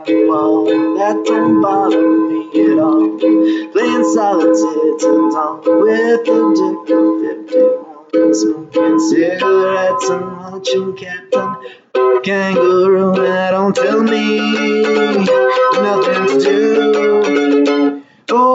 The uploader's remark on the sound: Recorded outside on a laptop microphone. Very low audio quality, but fun.